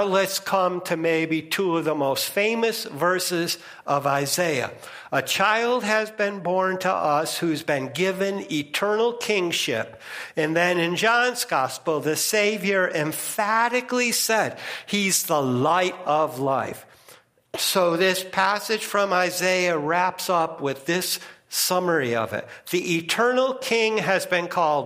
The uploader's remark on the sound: First Congregational Church of Clinton, MA -- Sermon -- November 20, 2022